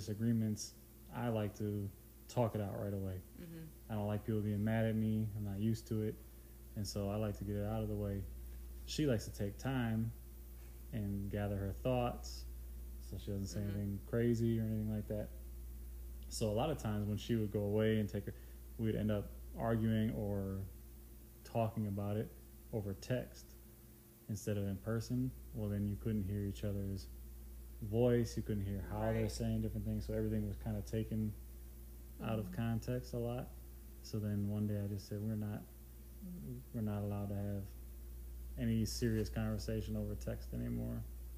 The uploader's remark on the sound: we were all pretty tired recording this and were speaking at a lower decibel level than usual!